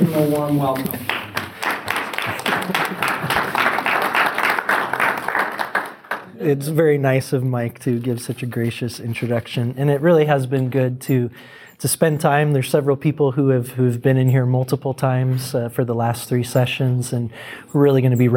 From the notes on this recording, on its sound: This audio was taken from TCM International Institute 's fourth track session at last year's National Disciple Making Forum. This audio was taken from TCM International Institute 's fourth track session at last year's National Disciple Making Forum.